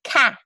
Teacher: ka for cat, and they leave off that final sound